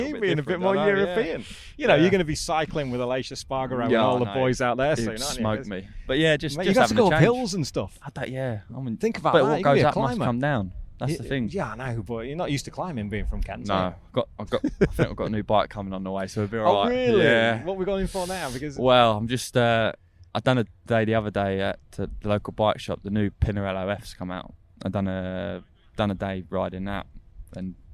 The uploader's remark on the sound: candid chat recorded at Donington Park